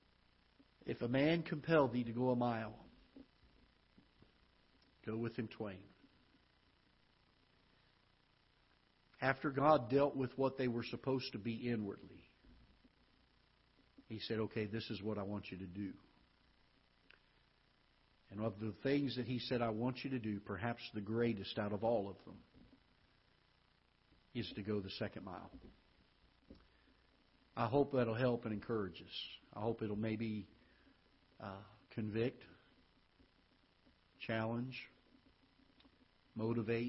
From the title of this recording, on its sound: Ketha Heights Baptist Church ~ Live Broadcast